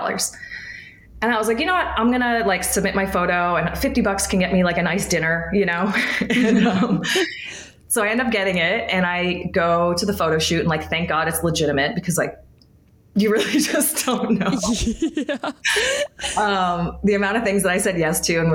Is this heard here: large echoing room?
no